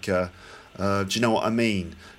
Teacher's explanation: you were sort of dropping the T sound in that one.